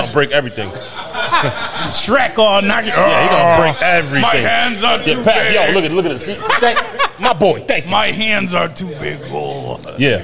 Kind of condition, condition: setting, live audience